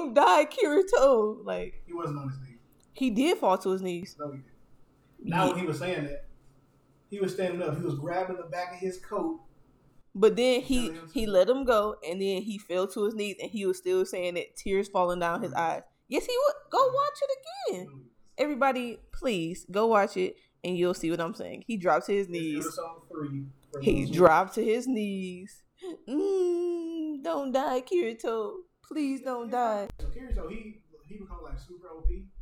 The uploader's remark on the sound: Apologies for the audio this episode.